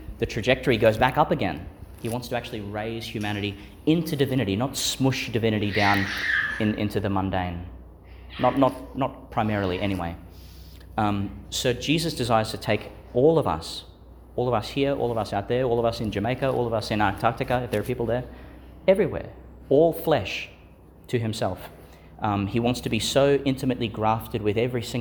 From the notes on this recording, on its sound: Homily for the Thirtieth Sunday in Ordinary Time, delivered at St Agnes Church, Agnes Waters, Qld.